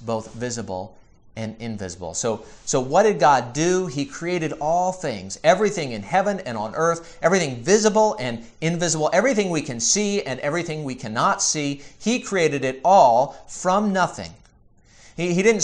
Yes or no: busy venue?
no